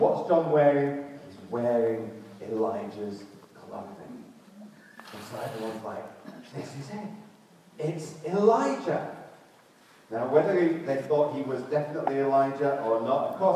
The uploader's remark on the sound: Due to technical problems, the first part of this sermon was not recorded and the quality of this recording is poor.